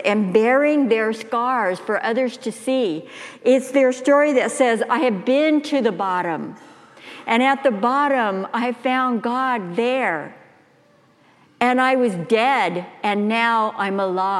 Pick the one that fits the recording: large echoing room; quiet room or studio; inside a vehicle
large echoing room